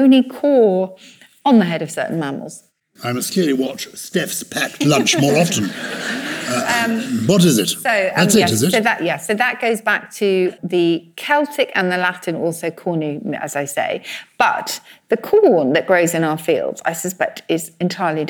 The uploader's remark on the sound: we are live from the Bristol Old Vic